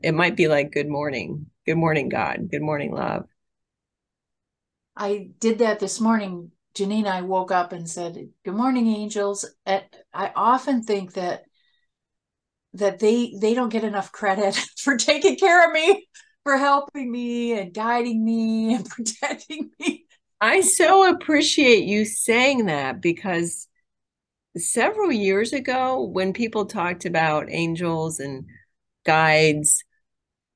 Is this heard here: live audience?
no